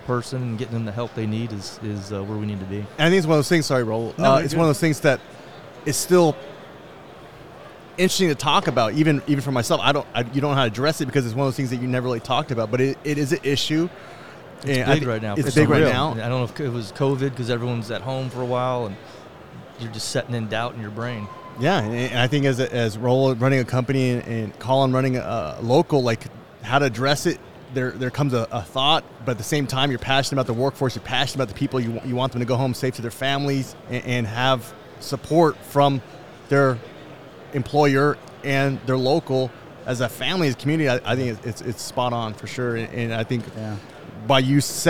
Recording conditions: live audience